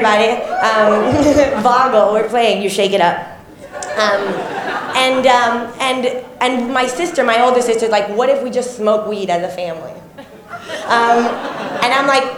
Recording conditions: live audience